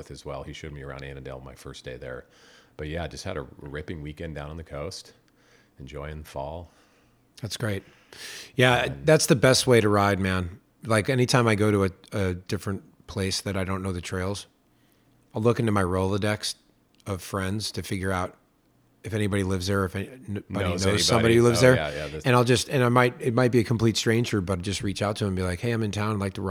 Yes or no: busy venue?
yes